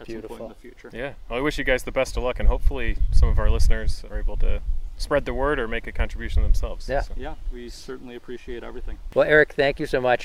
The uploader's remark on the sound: The episode was recorded on June 17, 2023 at the Floating Fen near Fredonia, NY.